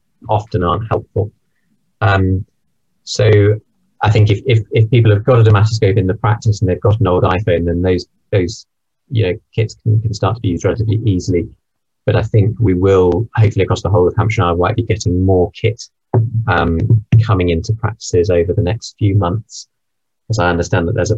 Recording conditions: video call